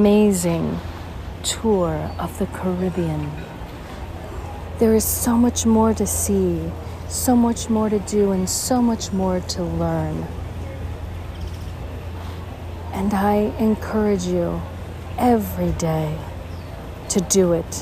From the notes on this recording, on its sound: On Location Walk and Talk. San Juan, Puerto Rico.